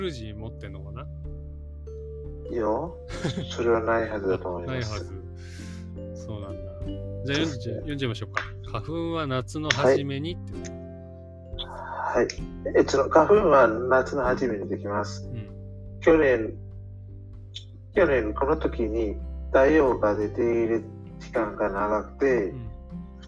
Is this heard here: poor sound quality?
yes